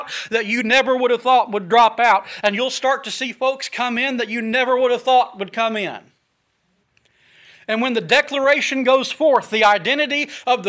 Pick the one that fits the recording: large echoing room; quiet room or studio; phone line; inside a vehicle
large echoing room